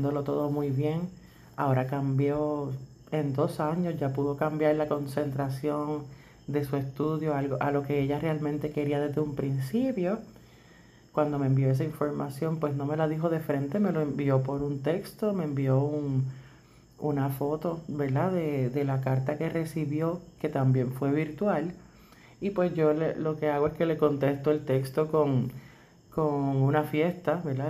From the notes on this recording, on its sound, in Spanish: Disculpen el audio, tiene un poco de ruido de mi perrito.